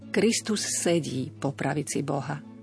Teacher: Opäť dávajme na to pozor, aby zazneli obe S. · Term: zdvojené spoluhlásky